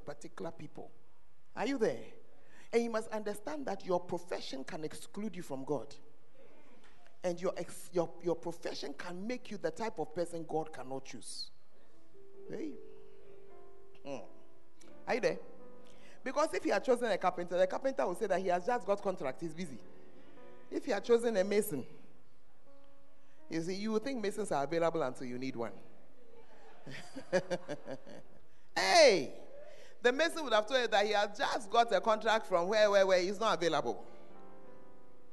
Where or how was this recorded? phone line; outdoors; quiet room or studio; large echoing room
large echoing room